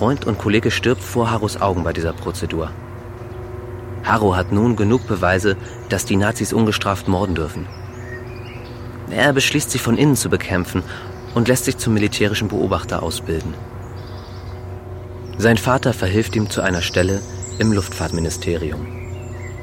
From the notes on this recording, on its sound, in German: Auf einem Spaziergang durch Berlin. Die Tour wurde im Zentrum von Berlin an Originalorten aufgenommen.